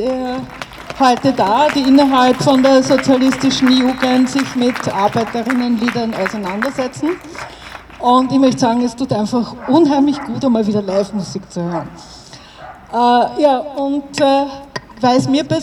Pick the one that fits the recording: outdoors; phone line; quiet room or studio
outdoors